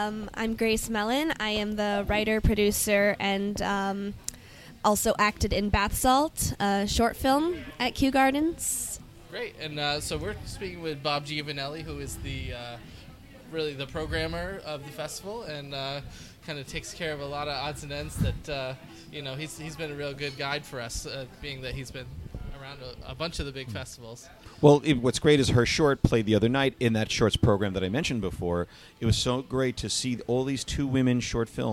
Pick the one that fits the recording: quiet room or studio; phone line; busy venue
busy venue